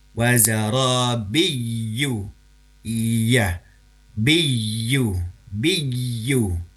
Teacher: Jadi seperti kita tertahan memang dengan posisi huruf ya yang mengangkatkan lidah tengah kita ke daerah langit-langit rongga mulut · Term: huruf ya tasdid